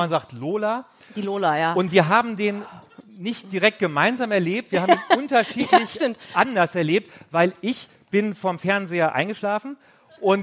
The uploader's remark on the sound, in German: Live in Hamburg. "Die Schaulustigen" haben ihren Podcast das erste Mal live vor Publikum aufgezeichnet, im Hamburger Mojo Club bei der Langen Nacht der ZEIT.